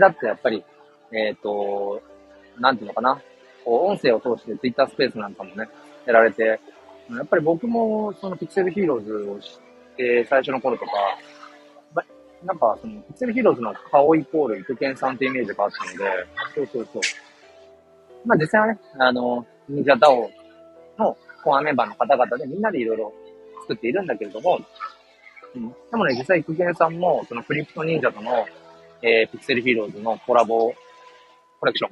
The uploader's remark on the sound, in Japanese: 人生初の名古屋駅周辺を散策中。